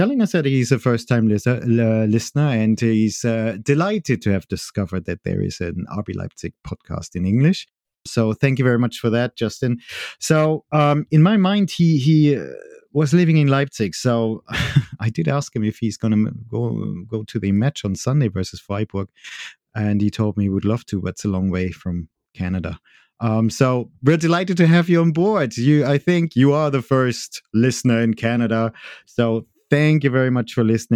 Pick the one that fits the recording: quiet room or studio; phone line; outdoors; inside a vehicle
quiet room or studio